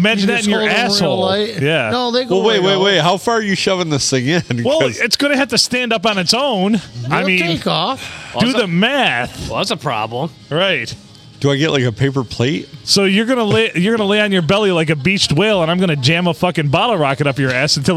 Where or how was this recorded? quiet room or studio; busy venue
busy venue